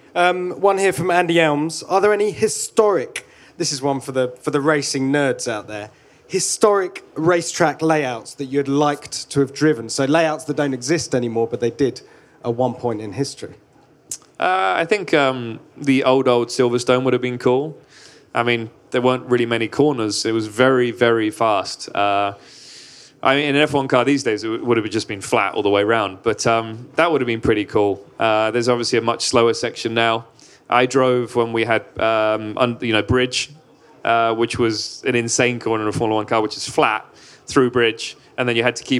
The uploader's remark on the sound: For this year’s Goodwood Festival of Speed, we took our microphones with us. This one was recorded in front of a live audience on Lotus’ Goodwood stand.